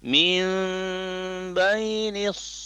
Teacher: Huruf nun sukun, bunyi huruf nun sukunnya berubah masuk ke huruf mim · Term: iqlab